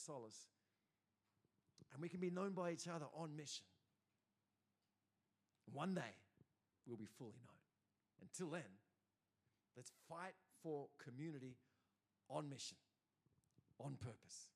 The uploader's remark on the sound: first preached in C3 Bathurst on 20 August 2023